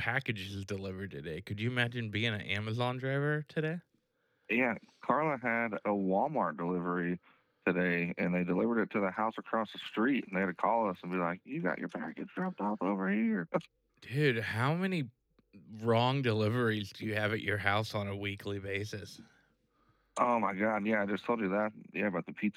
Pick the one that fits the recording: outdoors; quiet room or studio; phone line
phone line